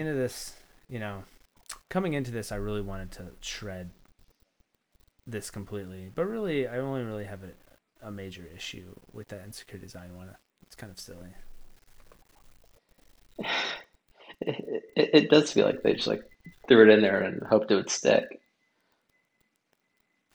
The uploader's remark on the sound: My audio was incredibly quiet during the recording so when editing I had to pump up the volume which introduced a fair bit of static. I apologize and hope the episode is bearable despite that static!